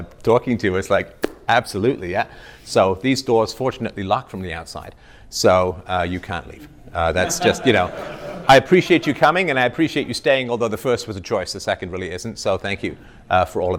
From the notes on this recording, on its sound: This is an exclusive live 2 hour workshop filmed in Orlando Florida by 21 Studios at The 21 Convention World Event.